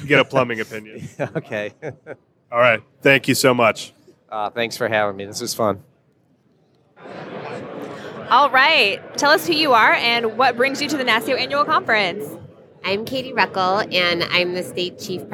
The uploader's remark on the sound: During the NASCIO Annual Conference in Minneapolis. Interviewed nine attendees.